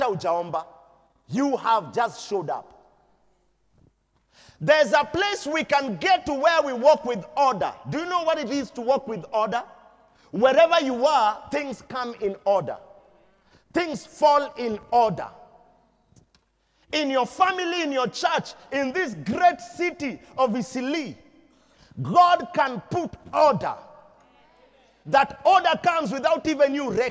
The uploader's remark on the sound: Preached at Deliverance church Eastleigh